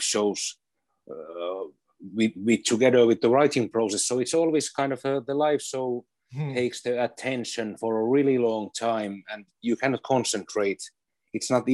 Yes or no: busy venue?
no